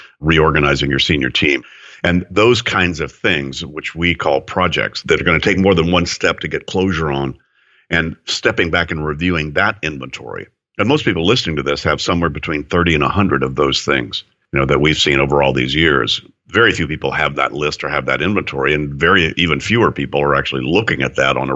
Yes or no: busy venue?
no